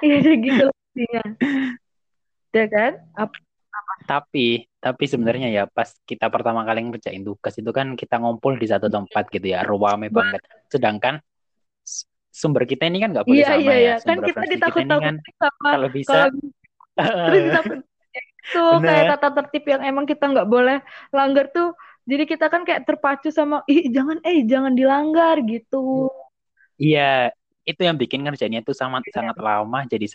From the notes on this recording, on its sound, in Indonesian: Mohon maaf atas suara yang kurang jelas dikarenakan kondisi jaringan pada saat rekaman kurang stabil.